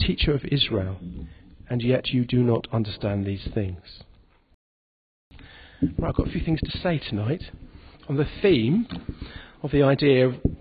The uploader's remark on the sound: In this podcast recorded at the Moot Sunday Evening Eucharist at the Guild Church of St Mary Aldermary.